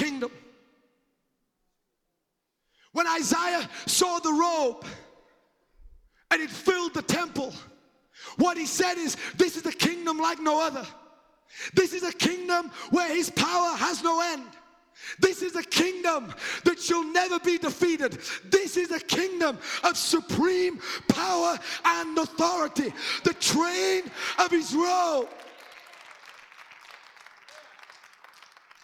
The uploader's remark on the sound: The Lord's Prayer is a powerful sermon recorded during the Bay Revival. The Bay Revival is a spiritual awakening of the Christian faith that started at the Church of His Presence in Daphne, Alabama.